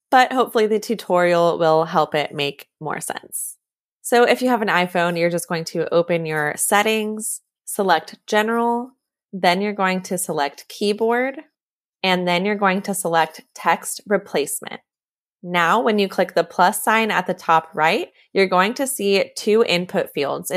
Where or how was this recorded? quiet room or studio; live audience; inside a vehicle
quiet room or studio